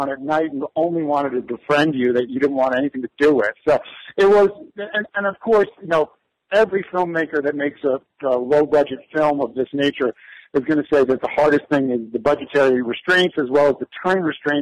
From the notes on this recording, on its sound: desperately clinging onto a phone signal in a remote corner of Idaho